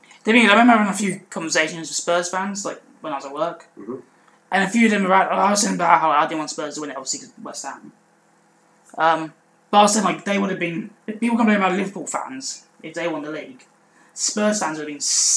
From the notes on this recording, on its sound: Apologies for the audio quality in this episode!